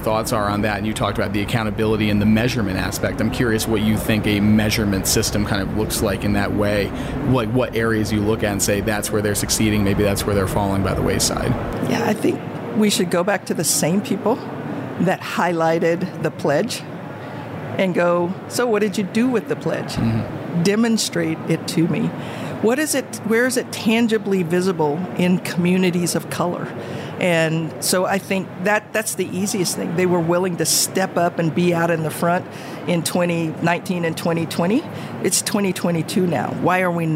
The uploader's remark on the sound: recorded at HLTH in Las Vegas